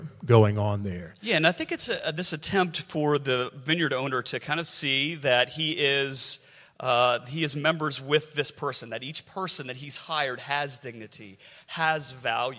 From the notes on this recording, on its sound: LIVE from Presbytery. In this special live recorded episode from the floor of Scotia Valley Presbytery.